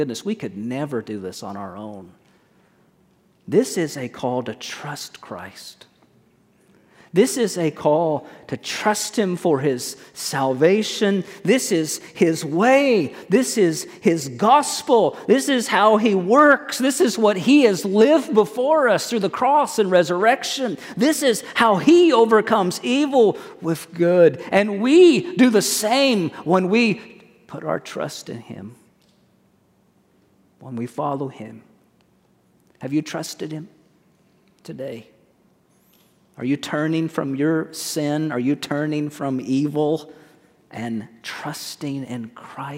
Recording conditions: large echoing room